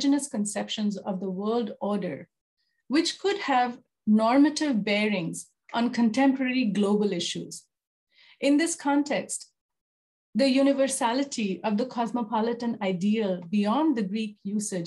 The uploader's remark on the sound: Zoom and Facebook Live